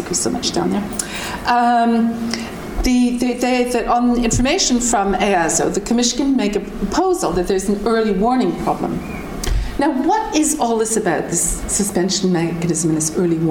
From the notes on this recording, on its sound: Public Seminar Series, Trinity term 2012. Recorded on 16 May 2012 at the Oxford Department of International Development, University of Oxford.